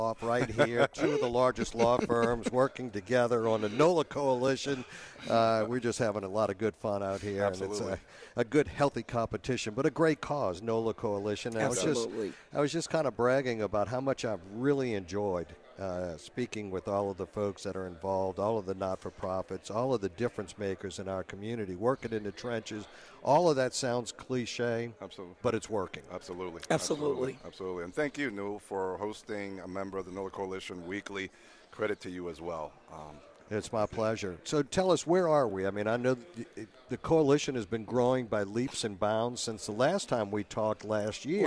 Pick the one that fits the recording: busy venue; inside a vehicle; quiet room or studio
busy venue